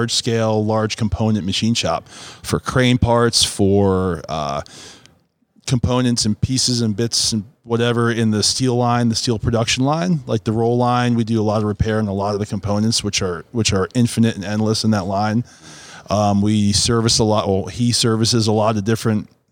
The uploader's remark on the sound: Recorded during Fabtech 2019.